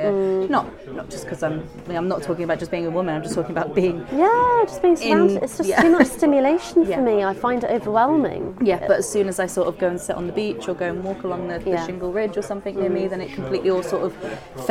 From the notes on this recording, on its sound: live from the Kendal Mountain Festival